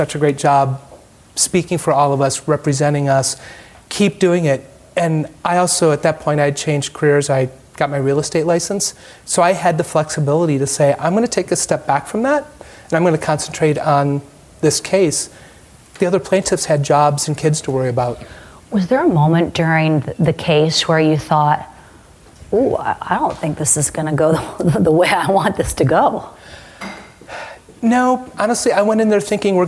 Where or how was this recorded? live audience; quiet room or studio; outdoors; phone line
live audience